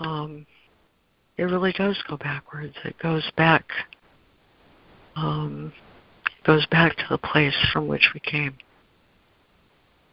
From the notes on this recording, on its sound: ACIM Daily Conference Call